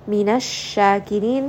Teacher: sheen has the fashi, spend a bit of time on this, spread that sound around in your mouth, and then make this a two count mad.